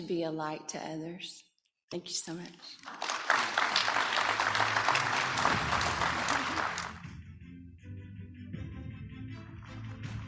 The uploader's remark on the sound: Acceptance speech as a Distinguished Alumni for Baylor Line Foundation's Hall of Fame 2022.